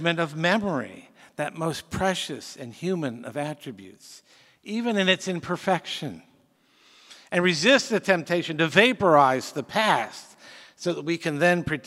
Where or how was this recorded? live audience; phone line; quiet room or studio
live audience